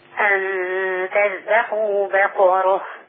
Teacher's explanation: بقرة، بيني تفخيم القاف